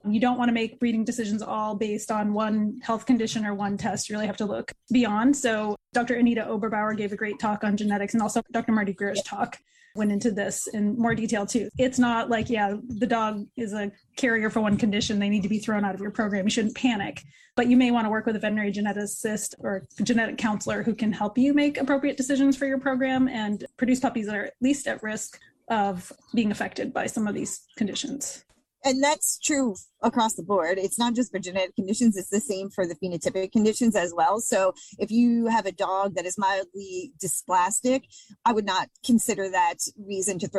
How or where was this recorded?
video call